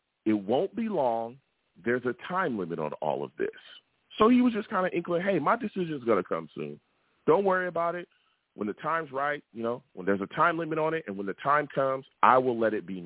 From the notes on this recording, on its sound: I take live callers!